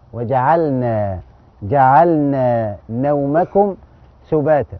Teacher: الخطا اللي هنا ادغم اللام في الايه في النون لكن لابد ان احنا نظهر ايه اللام